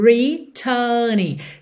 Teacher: em algumas situações, o R precisa ser enrolado, como aí na primeira sílaba de returning. Eu não tenho uma vogal antes do R para ele prolongar essa vogal, ok? · Term: enrolo a língua